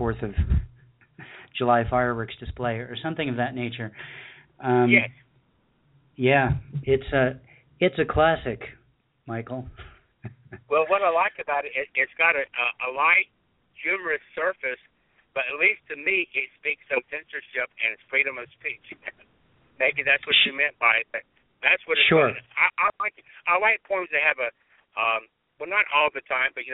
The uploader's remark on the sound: We had a poetry packed show with callers from Birmingham, Alabama, Los Angeles, California, Ontario, Canada, Belfast, Maine, New York City, New York, Bellingham, Washington, and Topanga Canyon, California.